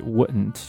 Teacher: t 这样的发音结尾的时候呢，后面这个 you 呢就直接连上去 hurt you 再比如说打你啊 beat 一样 beat you 都是一样的。那么这个 wouldn't 我们在读的时候呢，你可以把这个 d 给它去掉啊，不用读这个 wouldn't，你可以直接把这个 d 去掉，直接读 would 后面 n't 连在一起